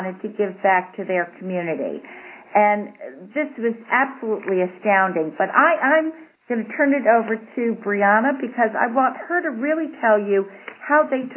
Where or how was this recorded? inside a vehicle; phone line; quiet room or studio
phone line